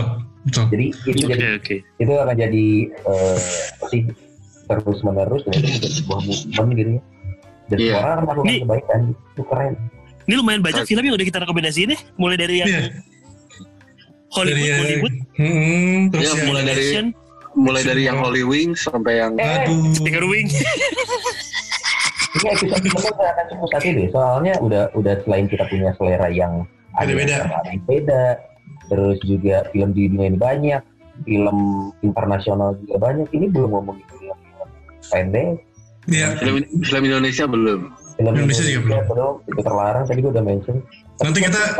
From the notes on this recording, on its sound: this episode recorded via Zoom